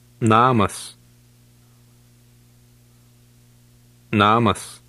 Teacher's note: The long Lithuanian A is the same sound as the short A, but it is pronounced almost twice as long.